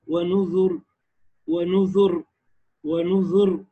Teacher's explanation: قالوا نقف على نذر بالترقيق